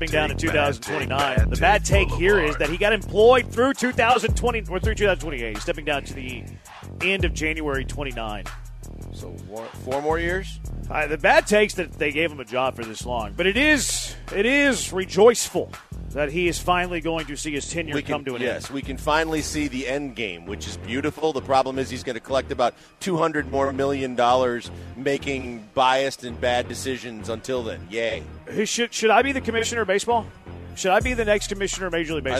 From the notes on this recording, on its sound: live from The Decoy